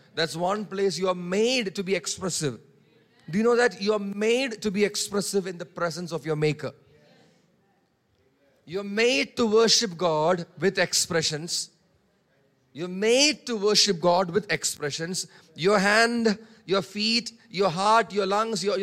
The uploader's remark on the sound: preached on 19 March 2023 at Revelation Church